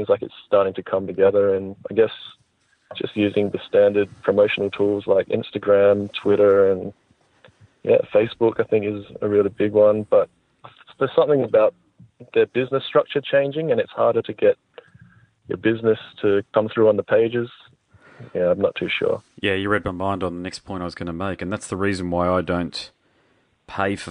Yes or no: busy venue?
no